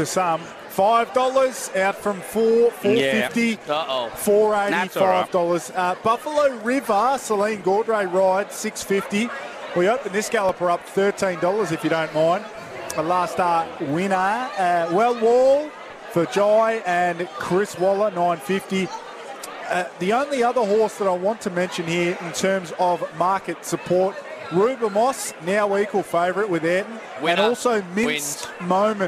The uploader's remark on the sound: Live from Caulfield Race Course.